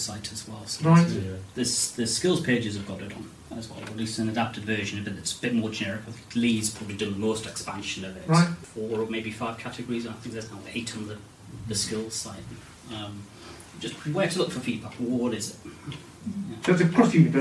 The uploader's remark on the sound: We're aware the audio isn't ideal